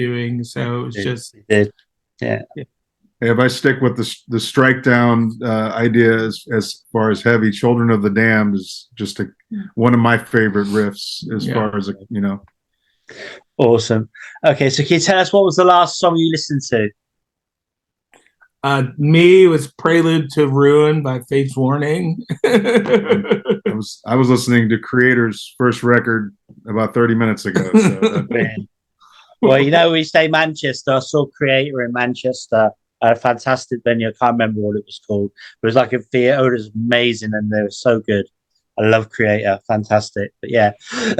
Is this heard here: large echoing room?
no